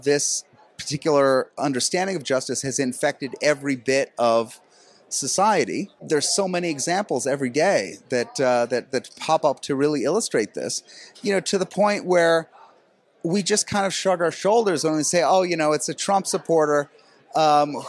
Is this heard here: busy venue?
yes